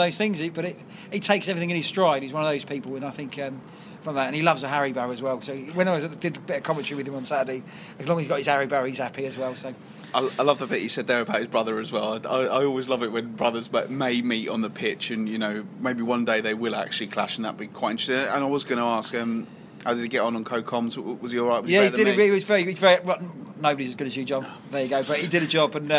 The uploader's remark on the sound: This week's show was recorded at the Kent Non-League Podcast Christmas night out.